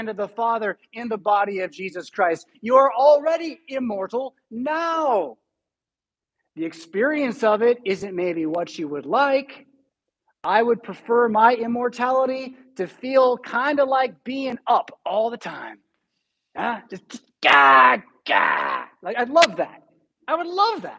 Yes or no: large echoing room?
yes